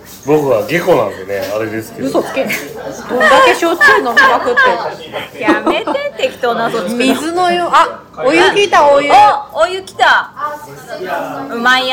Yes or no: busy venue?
yes